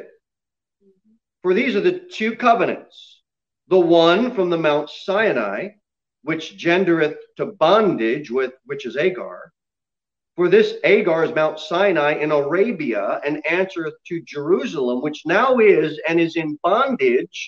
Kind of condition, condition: setting, large echoing room